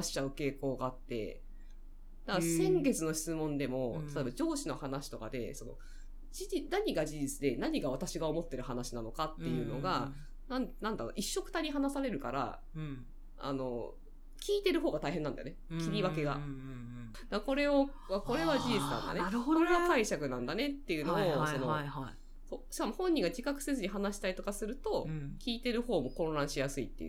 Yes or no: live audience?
no